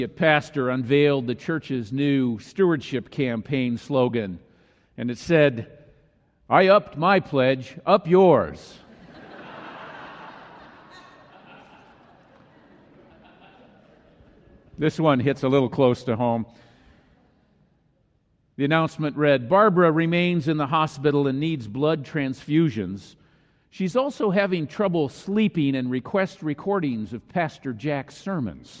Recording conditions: large echoing room